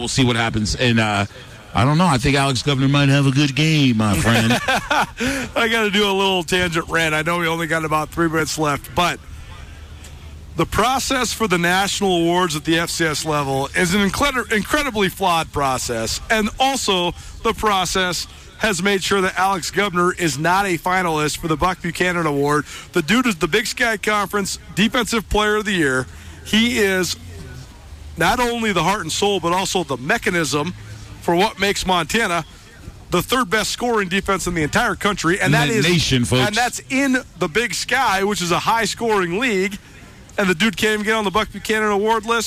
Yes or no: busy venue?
yes